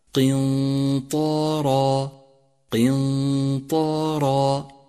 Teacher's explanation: قنطارا جاءت النون الساكنة وجاء بعدها حرف الطاء، والطاء حرف من حروف الإخفاء، والإخفاء حكم يحتاج إلى غنة زمنها حركتان، ولذلك لونت النون باللون الأخضر إشارة من مصحف التجويد إلى موقع الغنة، وهذه الغنة يشترك فيها الخيشوم ومخرج الطاء، وهي غنة مفخمة لأن الغنة تتبع ما بعدها في الترقيق والتفخيم، أي هكذا قنطارا قنطارا.